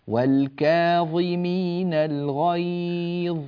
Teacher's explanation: التفخيم يبدأ من الظاء فقط لا يبدأ من قبلها